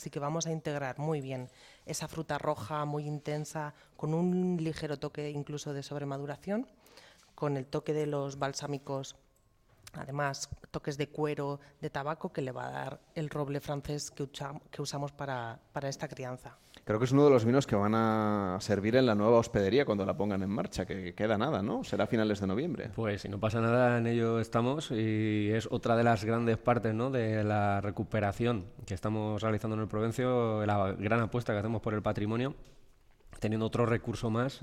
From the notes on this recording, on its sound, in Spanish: En directo desde El Provencio, en la provincia de Cuenca, el equipo de Gente viajera se suma a la Fiesta de la Vendimia.